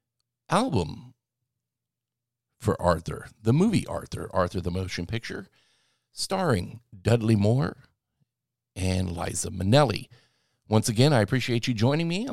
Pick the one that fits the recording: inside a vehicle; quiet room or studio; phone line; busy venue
quiet room or studio